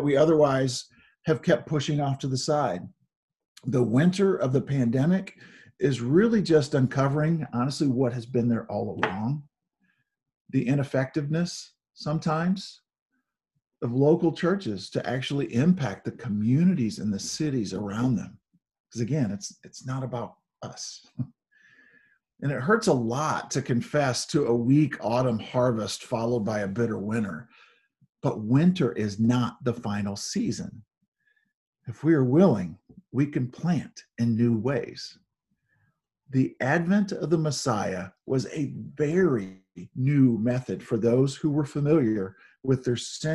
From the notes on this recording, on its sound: Zoom Sunday.